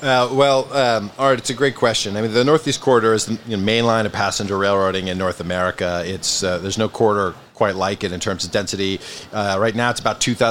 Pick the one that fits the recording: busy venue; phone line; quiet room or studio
busy venue